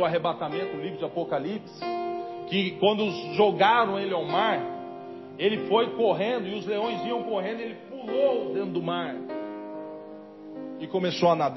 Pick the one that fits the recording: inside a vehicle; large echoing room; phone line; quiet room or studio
large echoing room